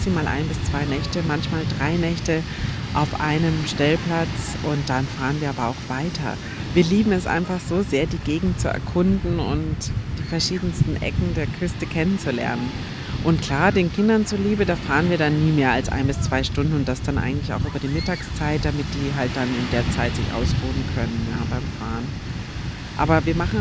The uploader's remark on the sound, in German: Live vom Strand auf deine Ohren. Mach dich auf Wellenrauschen während der Episode gefasst…